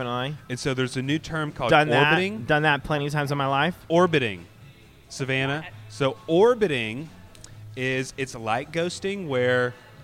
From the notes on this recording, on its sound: live from their favorite barbershop, Floyd's 99 Barbershop in West Village, Dallas